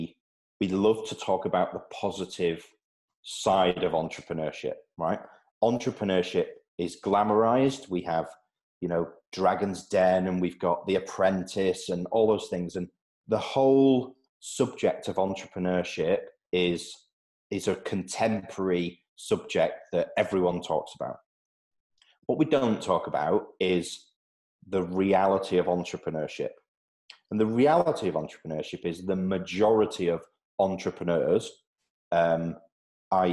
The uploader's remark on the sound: joined ProfileTree, using a Zoom video link